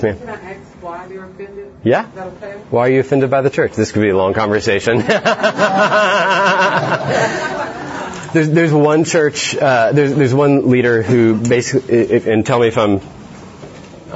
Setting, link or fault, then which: setting, live audience